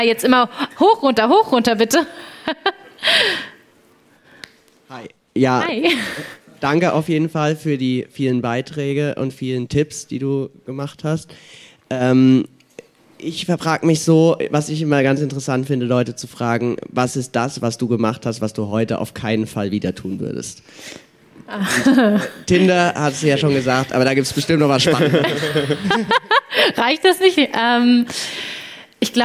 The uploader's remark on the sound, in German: Der Podcast ist als Community Live Podcast im Rahmen des 4. Young Founders Network Events in Berlin entstanden.